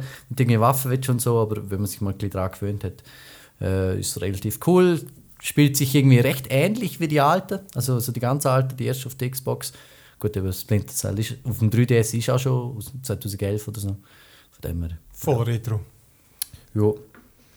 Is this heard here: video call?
no